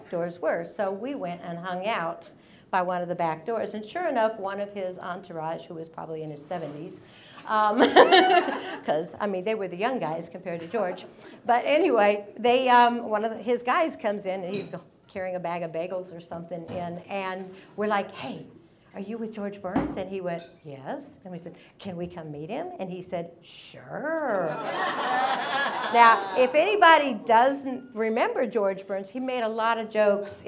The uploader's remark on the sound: Releasing a single story from the previous evening's live event! Goes south is a live storytelling event out of Charlotte, NC. This podcast combines audio recordings from these live events to share with you! Goes south live events take place on the 3rd Tuesday of the month at Petra's in Historic Plaza-Midwood, Charlotte, NC.